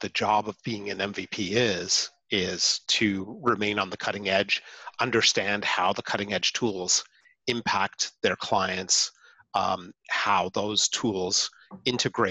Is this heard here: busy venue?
no